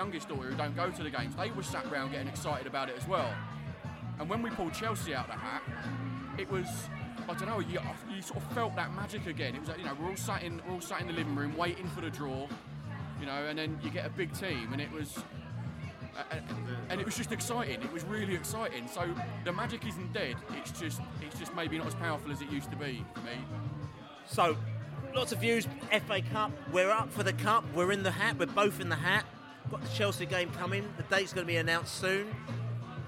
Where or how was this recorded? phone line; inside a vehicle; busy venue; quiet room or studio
busy venue